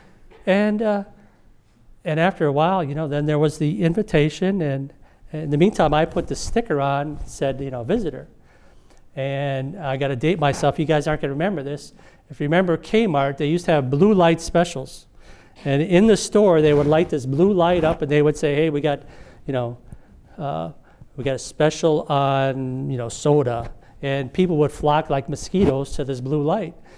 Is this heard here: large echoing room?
yes